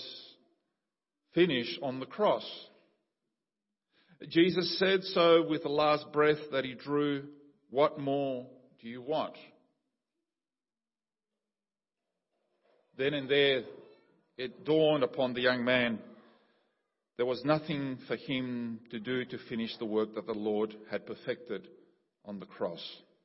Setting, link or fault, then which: setting, large echoing room